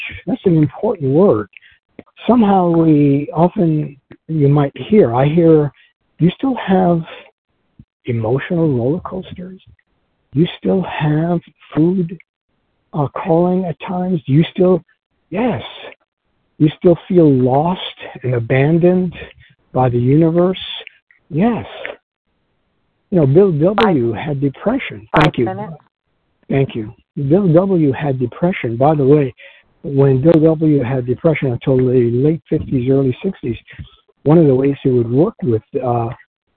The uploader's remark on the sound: 100 Pounders Phone Meeting